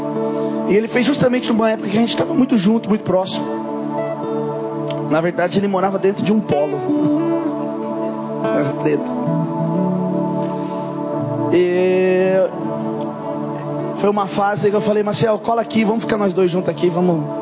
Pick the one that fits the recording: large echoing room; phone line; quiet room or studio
large echoing room